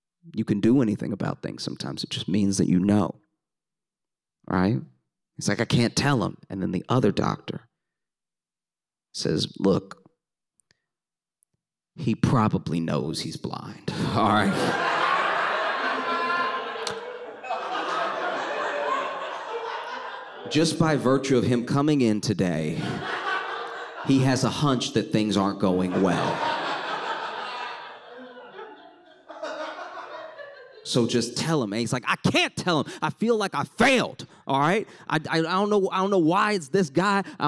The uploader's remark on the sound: shared their stories at our annual Proton Prom fundraiser this week